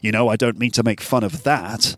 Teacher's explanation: sentence stress, particularly the stress of the word that at the end